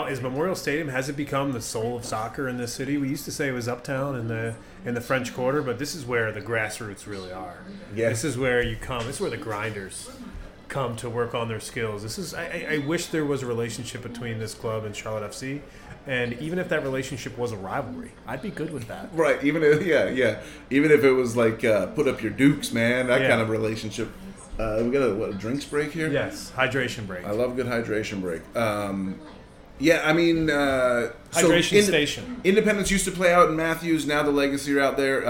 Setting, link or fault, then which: setting, busy venue